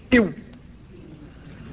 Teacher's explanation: أما الشفتان ففيهما مخرجان، مخرج للواو وهو في الواقع كما سبق اجتذاب للهواء، كأن الهواء قد خرج من الفم فتداركه الفم برد شيء منه، تقول إو، وتشاهدون تقلص الشفتين إلى الداخل عند النطق بالواو ساكنة، تشاهدون تقلص الشفتين إلى الداخل تقولون إو.